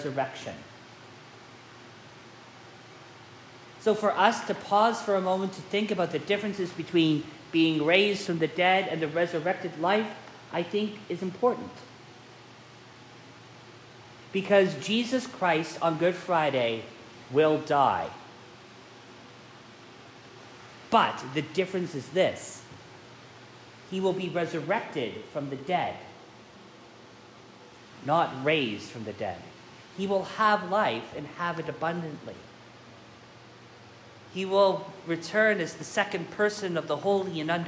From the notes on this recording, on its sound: This sermon was preached live at St. John's, Reston.